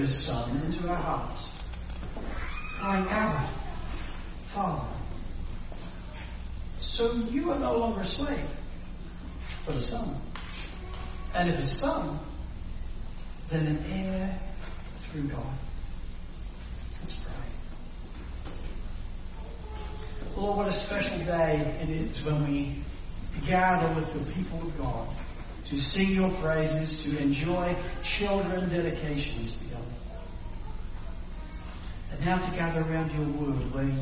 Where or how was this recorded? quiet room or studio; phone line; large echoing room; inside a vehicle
large echoing room